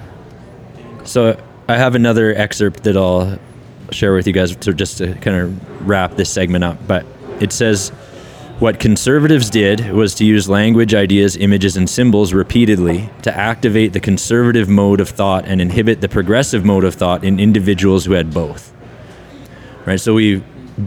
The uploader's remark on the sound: This episode was recorded in the company of friends, at the Craft Beer Commonwealth in Red Deer, Alberta.